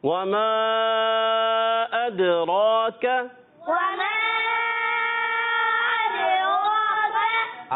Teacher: دال میں کلکل ادا کریں گے، را کو پر رکھیں گے